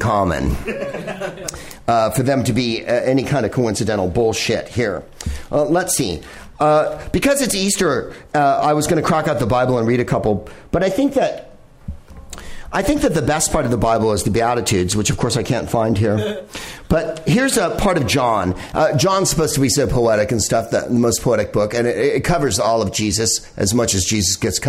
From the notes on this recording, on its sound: Live from the NerdMelt Showroom in LA